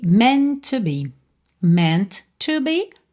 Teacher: Junta num T só.